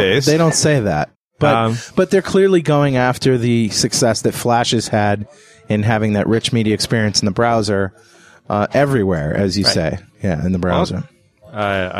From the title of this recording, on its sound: Live from the Canadian Vista Launch Events!